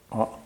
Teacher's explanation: the back vowel is a, which means if you make that sound, you're a, way back in your throat. And then as you move forward through your mouth, you come to the other sounds.